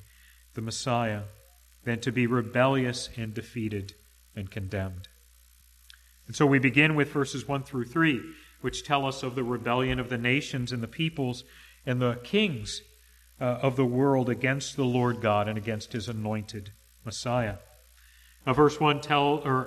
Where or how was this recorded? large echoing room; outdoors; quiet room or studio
large echoing room